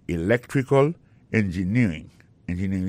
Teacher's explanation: Engineering, ça, l'accent tombé le même sur avant dernier syllabe là